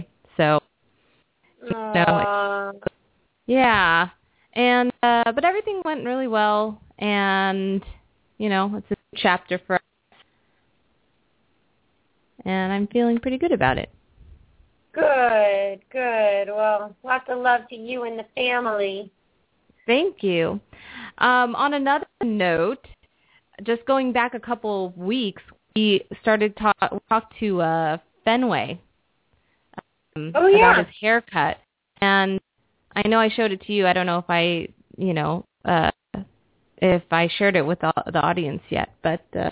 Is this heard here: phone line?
yes